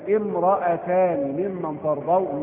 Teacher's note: إذن سنلاحظ أن في المصحف كلمة وامرأتان، فرجل وامرأتان، أننا أسقطنا الألف حتى من النص، فرجل وامرأتان، لا نقول ورجل وامرأتان، هي تسقط في النطق عند وصل الكلام. أما إذا بدأنا الآية قلنا امرأتان ممن ترضون، ننطق بالألف، منطق بالألف، تظهر في النطق في أول الكلام وتسقط في النطق عند وصل الكلام.